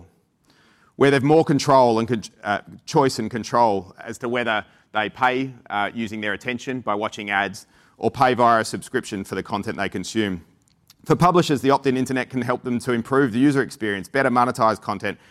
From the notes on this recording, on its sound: Recorded at Advertising Week APAC 2022.